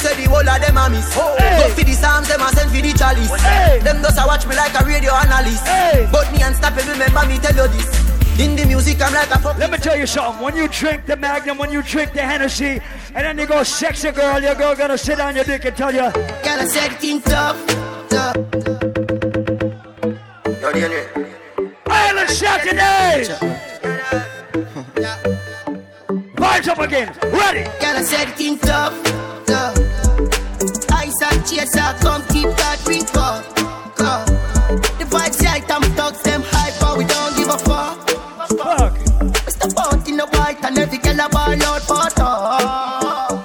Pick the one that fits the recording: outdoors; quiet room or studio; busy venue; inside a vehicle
busy venue